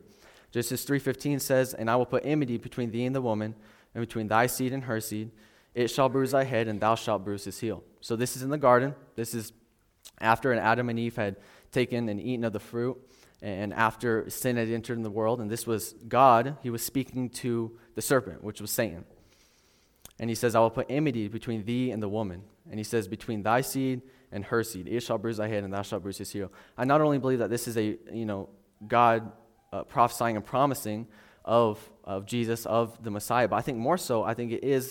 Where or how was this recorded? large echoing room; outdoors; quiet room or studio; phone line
large echoing room